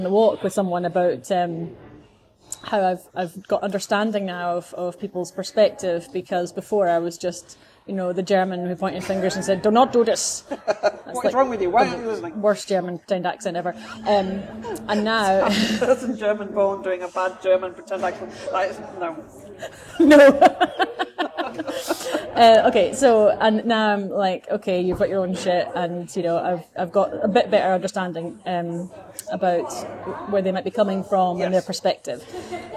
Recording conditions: background noise